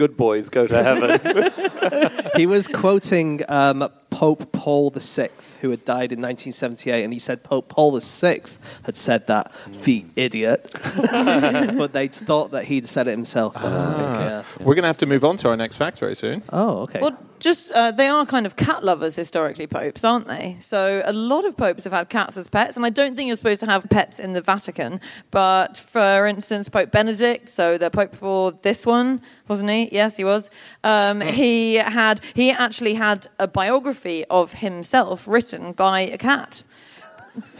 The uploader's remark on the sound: Live from Antwerp